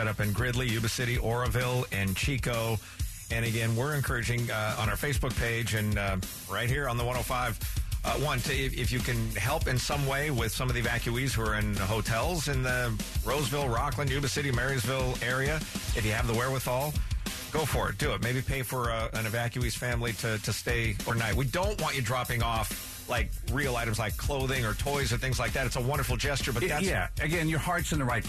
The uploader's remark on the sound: taking phone calls